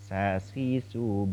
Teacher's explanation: Kalau sa ya cenderung lebih meringis ya · Term: huruf sa